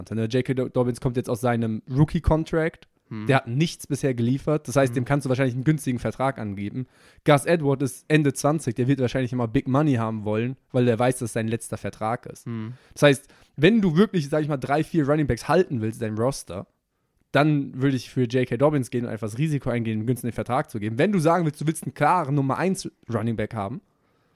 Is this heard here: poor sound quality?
no